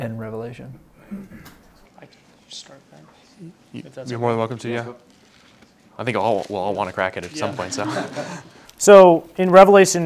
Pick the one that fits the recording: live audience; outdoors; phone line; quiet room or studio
live audience